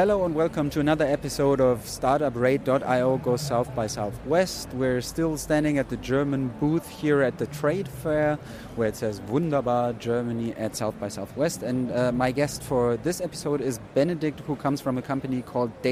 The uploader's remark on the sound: RoadTrip – Startuprad.io goes #SXSW. In our first season, we’ll feature startups at one of the coolest tech conferences in the world, the South by Southwest in Austin, Texas.